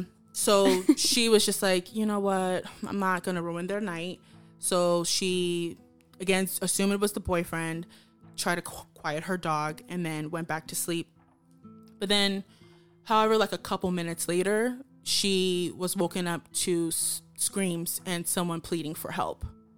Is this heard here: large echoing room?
no